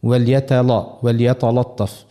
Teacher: مجاورتها للطاء، خطر جاءت بعدها طاء، اللام هذيك ما متبوعة بطاء، والطاء حرف قوي، حرف مستعلي ومطبق ومفخم، فينجم الطاء هذيك تأثر على اللام وتخليها هي بيدها مفخمة · Term: لام مغلظة